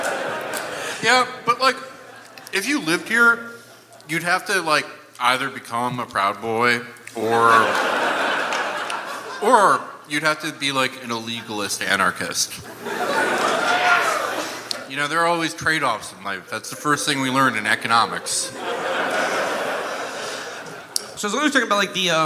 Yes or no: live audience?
yes